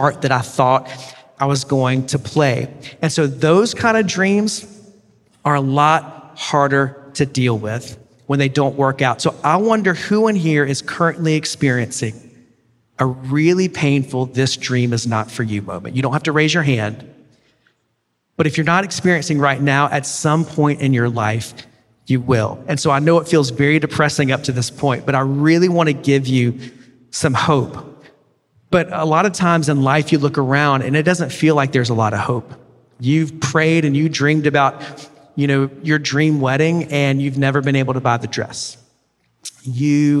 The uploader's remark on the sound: preached at The River Worship in Toronto